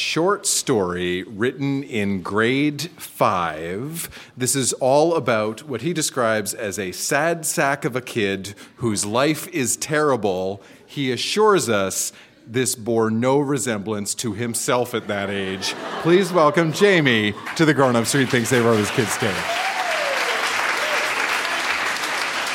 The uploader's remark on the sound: Recorded live at The Walper Hotel in Kitchener.